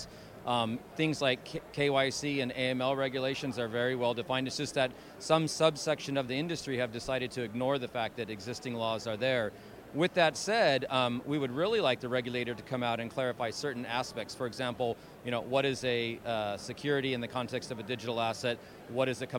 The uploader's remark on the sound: at Consensus 2023, a blockchain and cryptocurrency conference in Austin, Texas